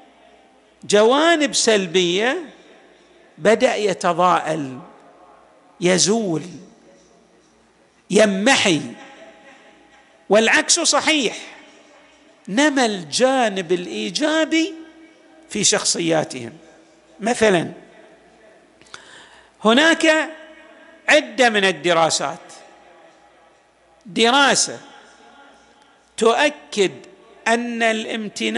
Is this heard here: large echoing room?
yes